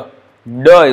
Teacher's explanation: D comes from below, you know, deeper part of the throat.